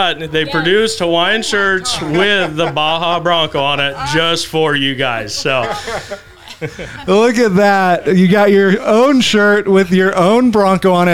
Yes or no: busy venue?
yes